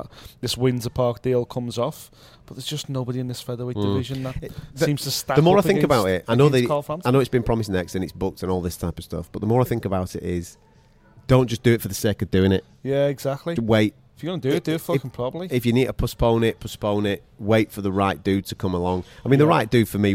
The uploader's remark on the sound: We recorded this one in a bar at 1am and one of us had a few to drink!